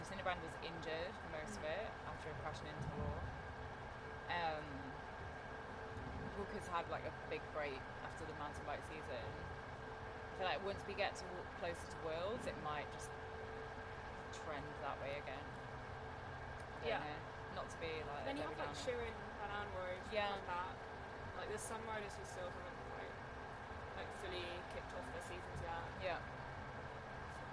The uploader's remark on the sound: Headed over to Belgium to watch the CAPS Urban Cross X2O Trofee in Kortrijk. I forgot the muff for the microphone (sorry about the wind!!).